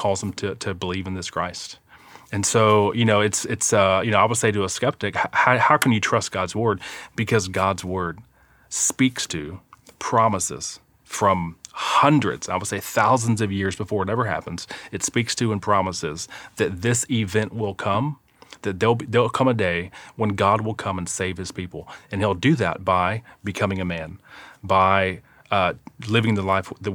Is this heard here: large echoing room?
no